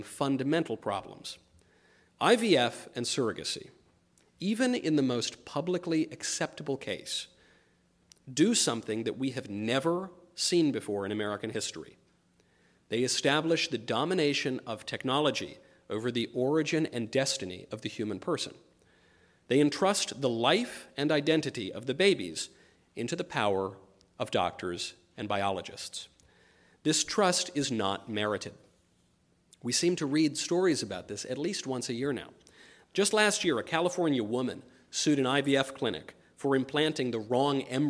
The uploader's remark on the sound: LIVE at Clemson University